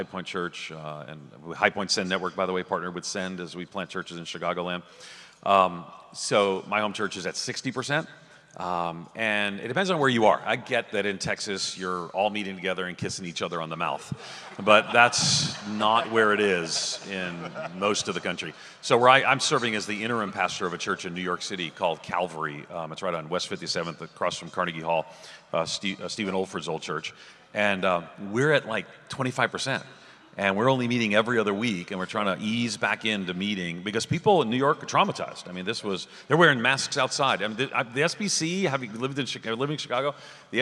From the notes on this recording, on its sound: at the Send Network breakfast at the SBC annual meeting this week